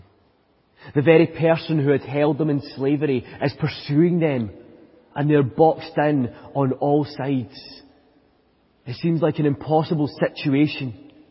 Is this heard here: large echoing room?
yes